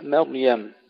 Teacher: ترقيق الميم الأولى وتفخيم الراء